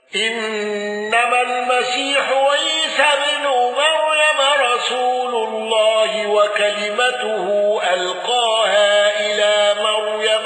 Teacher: قالون بقصر منفصل واندرج معه من اندرج